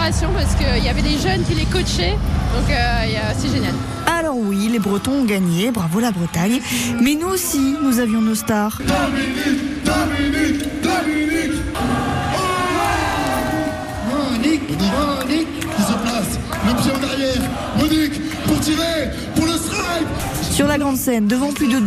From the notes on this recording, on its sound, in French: Sur la scène de la finale nationale